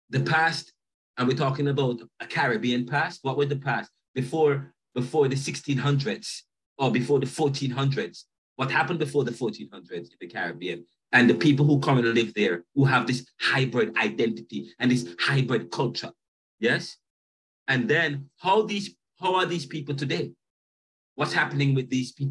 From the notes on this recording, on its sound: Caribbean Thought Lecture Series on Zoom. This episode begins the Lecture Series at the Jamaica Theological Seminary on Caribbean Thought. This is a video episode uploaded from the class Zoom Recording as I am teaching the course via an online face-to-face module while here in Philadelphia USA.